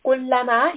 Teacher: here we have a four-count med on the meme